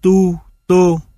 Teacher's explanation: Ví dụ, trong tiếng Việt, t là một phụ âm không tròn môi, nhưng khi đi với các nguyên âm tròn môi như u, o, nó cũng bị tròn môi lây, chẳng hạn như tu, tô.